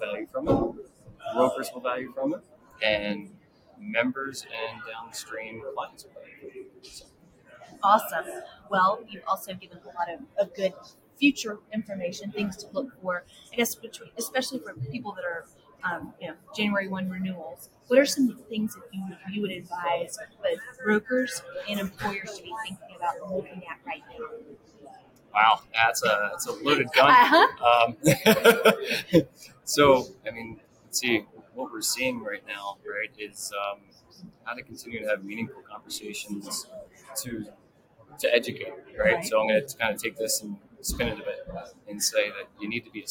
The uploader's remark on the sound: Live at the SIIA 2022 Engage Conference.